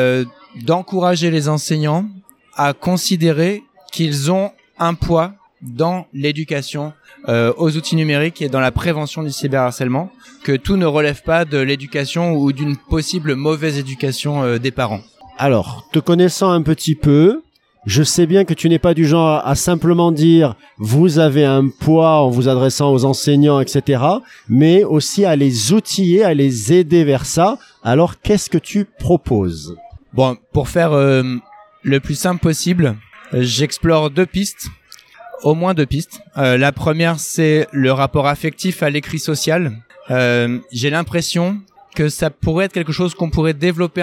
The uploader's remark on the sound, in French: épisode enregistré à Educatech Expo